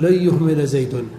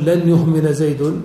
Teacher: والإدغام هنا لا بد له من غنة، لأن الغنة صفة ملازمة للنون · Shown in: first take